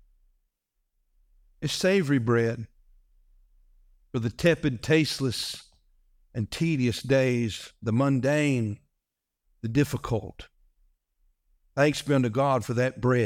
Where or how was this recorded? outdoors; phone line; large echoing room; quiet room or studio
large echoing room